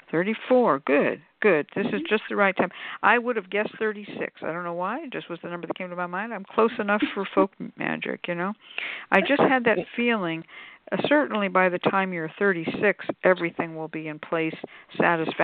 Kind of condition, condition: link, phone line